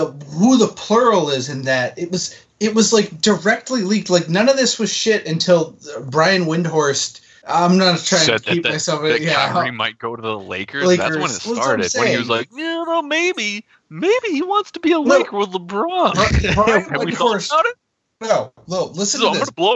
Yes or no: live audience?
no